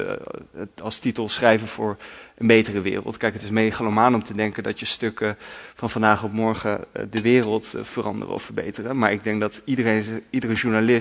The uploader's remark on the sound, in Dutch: In deze podcast, opgenomen tijdens het lustrumfeest van het blad.